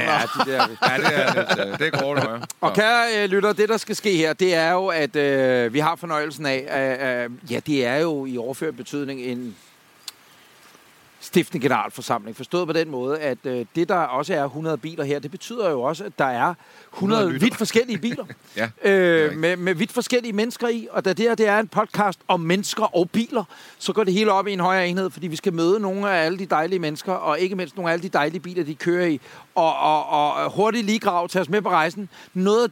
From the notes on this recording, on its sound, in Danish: Det regner, det er LIVE. I dette afsnit af Bilklubben sender vi LIVE fra Drive-in Biografen i Lynge. Men det er det, man i radiosproget kalder for live-on-tape.